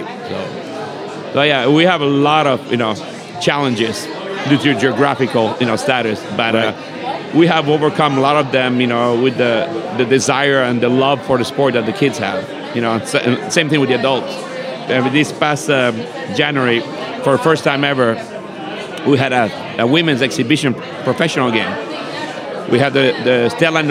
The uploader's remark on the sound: Live at the Bar of the US Soccer AGM